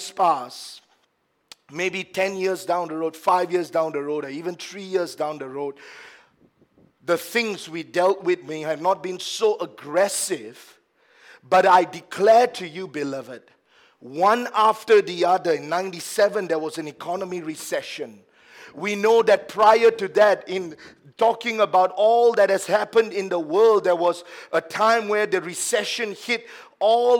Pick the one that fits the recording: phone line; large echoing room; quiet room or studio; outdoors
large echoing room